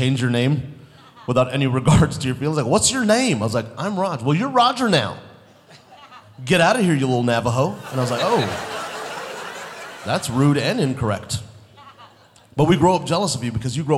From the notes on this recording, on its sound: Live at the South Point Casino